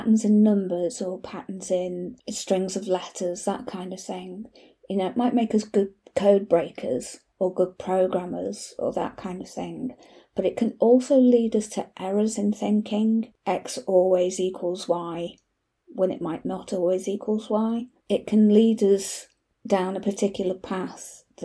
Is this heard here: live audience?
no